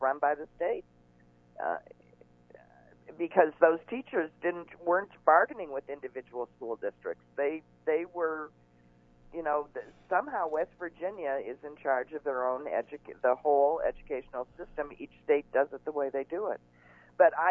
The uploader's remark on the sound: only a small phone issue today